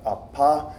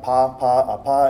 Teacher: P is a quiet sound. It's made by closing the lips and stopping air from coming out of the mouth, like a-pa.